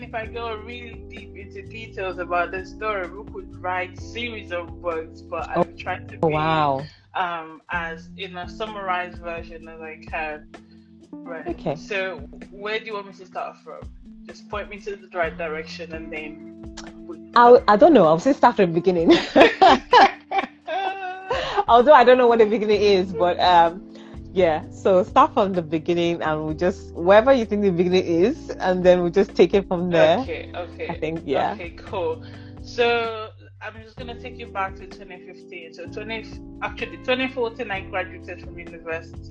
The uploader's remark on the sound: On this episode via Instagram Live